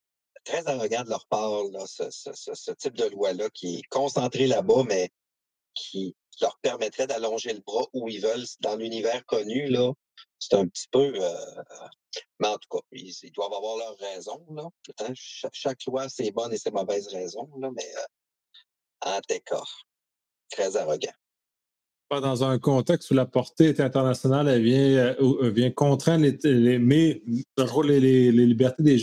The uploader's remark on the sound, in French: La plateforme d’enregistrement a connu quelques problèmes et le traitement automatique nous a pas permis de les corriger.